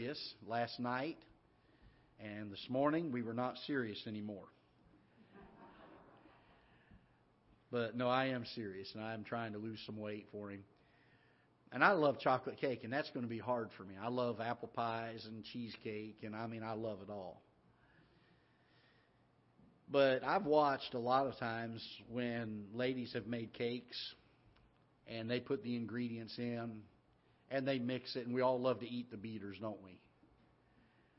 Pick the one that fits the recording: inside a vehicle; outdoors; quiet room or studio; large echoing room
large echoing room